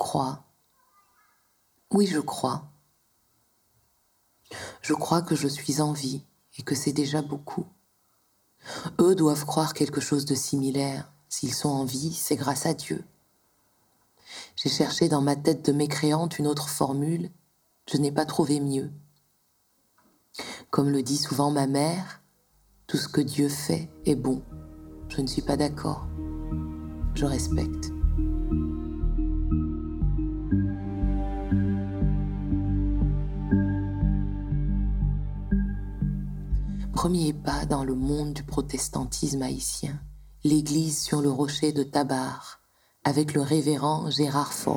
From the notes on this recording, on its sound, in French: Mes hôtes protestants m'ont invité à la messe. Le prêche que vous entendez dans cet épisode a été enregistré par moi, en mars 2010 à Port-au-Prince.